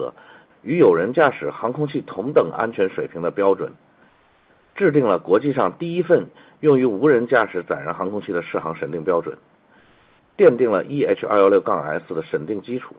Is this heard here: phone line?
yes